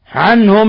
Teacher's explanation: عنهم نون ساكنة جاء بعده الهاء إظهار حلقي